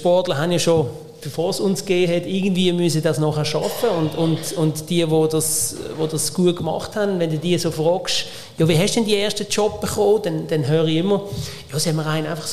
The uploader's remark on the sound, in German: beim ersten Podcast-Live-Event in Solothurn